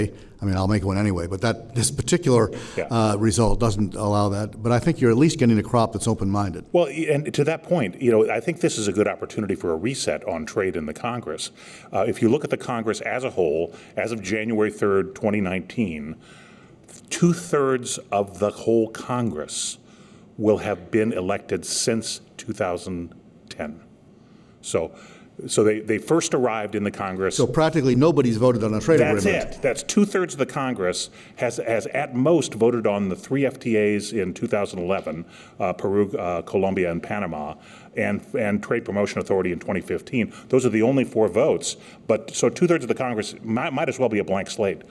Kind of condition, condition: setting, live audience